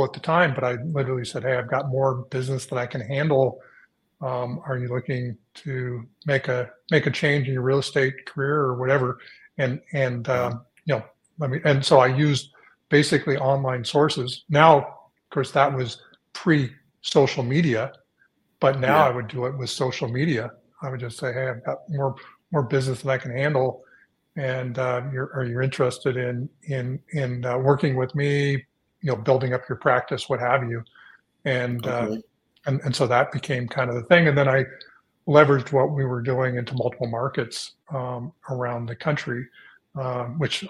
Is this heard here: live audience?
no